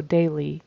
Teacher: That Y is an E sound, long E. We hold our vowels out a little bit longer